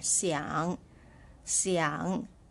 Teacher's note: a third tone, you're going down and up, right? So it's quite a deep sound. xiang, down and up.